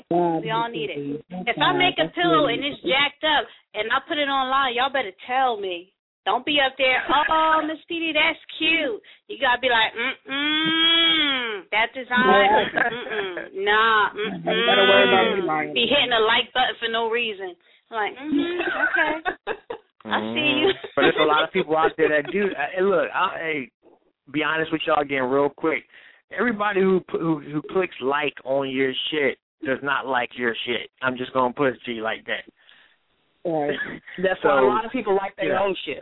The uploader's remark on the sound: Call up and be heard tonight. We open the phone lines.